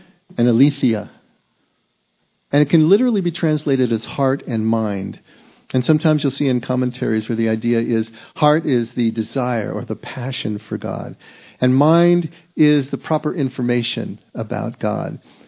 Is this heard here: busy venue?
no